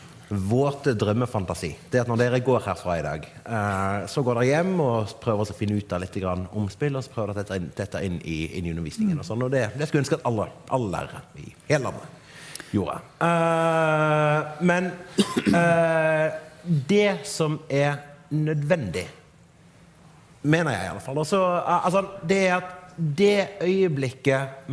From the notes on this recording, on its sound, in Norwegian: LIVE FRA NKUL2019. Spillpedagogene ble spilt inn live for en forsamling mer enn gjennomsnittelig teknologiopptatte lærere, ledere og skolefolk.